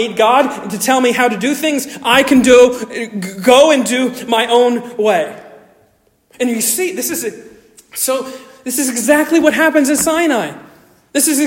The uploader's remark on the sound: Originally delivered 11 June 2023 at Stonington Baptist Church, Paxinos, PA. Originally delivered 11 June 2023 at Stonington Baptist Church, Paxinos, PA.